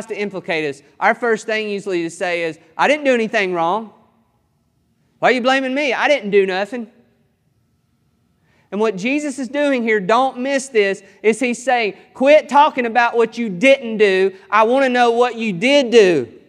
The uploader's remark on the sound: This sermon was recorded on July 18th, 2021 at Matthew's Table Church in Cleveland, TN